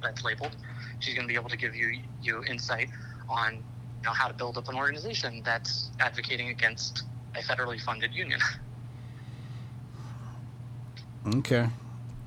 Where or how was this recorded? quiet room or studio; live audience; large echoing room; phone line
phone line